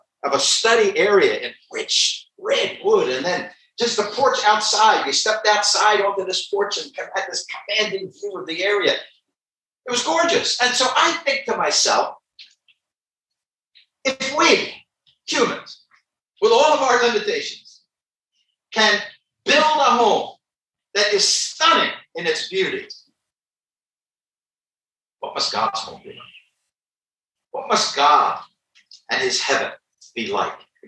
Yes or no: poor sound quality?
yes